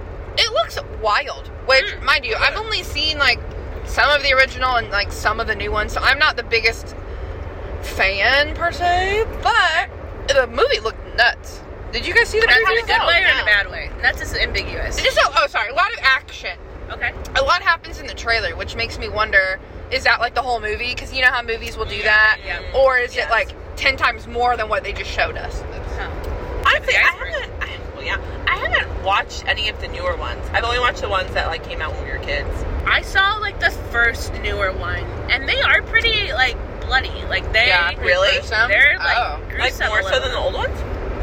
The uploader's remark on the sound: Come hear our energetic thoughts on road-trips, movies, and more as we make our way from Indianapolis to Texas. Sound quality is not great and we were 7 hours into a 12 hour road trip!